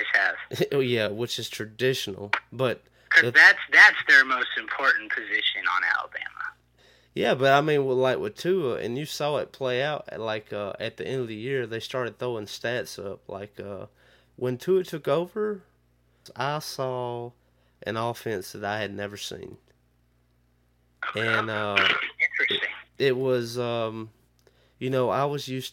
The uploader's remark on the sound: burnt the phone lines to Chicago